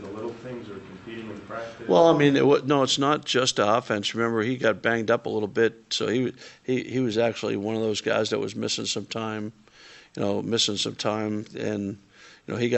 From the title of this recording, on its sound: Press Conferences & Post-Game Interviews